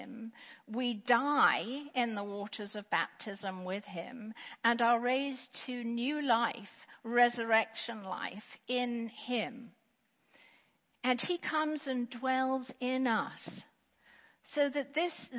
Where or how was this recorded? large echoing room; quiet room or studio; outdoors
large echoing room